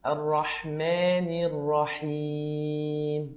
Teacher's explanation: رقق الألف في كلمتي الرحمن والرحيم